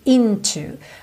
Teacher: essa palavra into normalmente tem a sílaba tônica na primeira